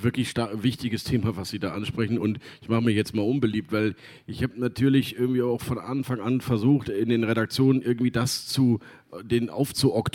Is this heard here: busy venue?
yes